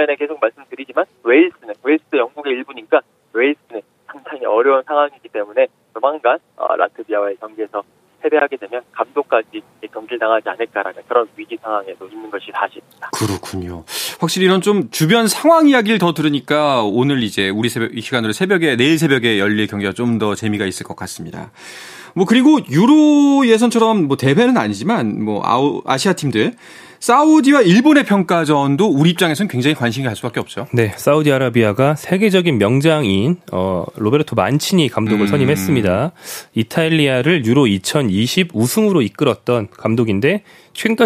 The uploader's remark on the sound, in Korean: 전화연결